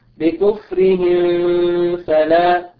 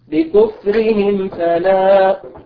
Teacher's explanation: الصحيح أن نظهر هذه الميم لوقوع الفاء بعدها · Shown in: second take